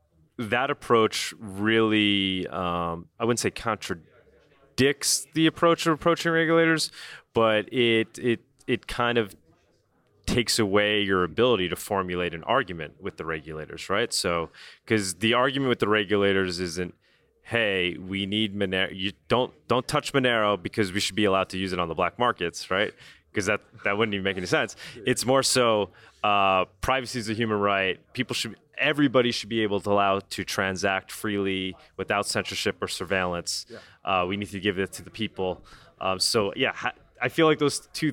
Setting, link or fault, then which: setting, busy venue